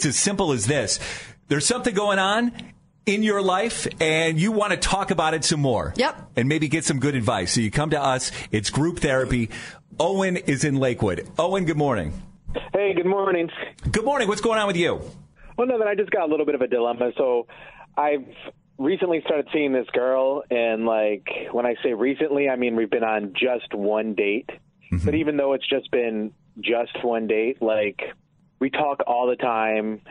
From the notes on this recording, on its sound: called in during Group Therapy